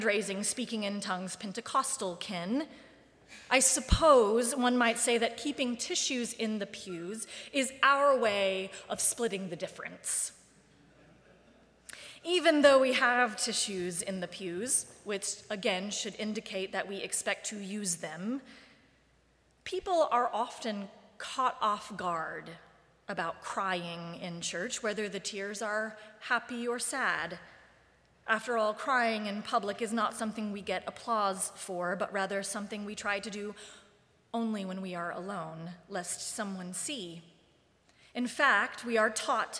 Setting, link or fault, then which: setting, large echoing room